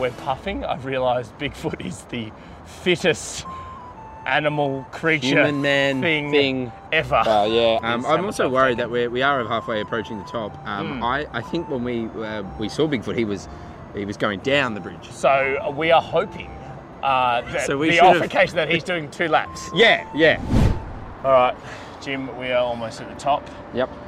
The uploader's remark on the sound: Live From The Sydney Harbour Bridge!